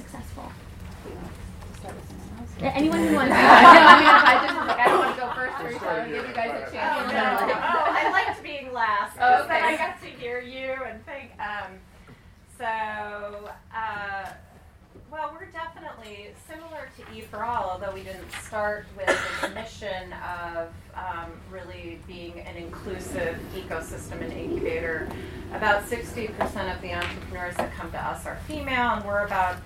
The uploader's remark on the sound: Event: Social Enterprise Conference at the Harvard Business School and the Harvard Kennedy School of Government.